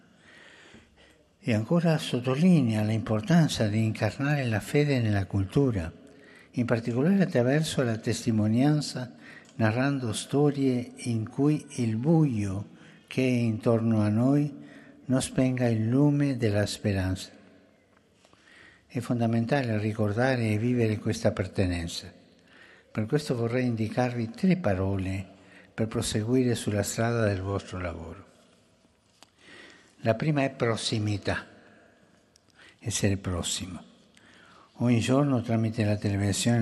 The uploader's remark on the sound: FROM THE PAULVI HALL